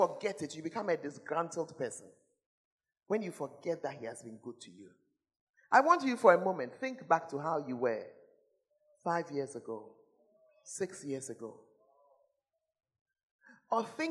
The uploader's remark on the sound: Preached At The Fountain of Life Cathedral (The Presence Service)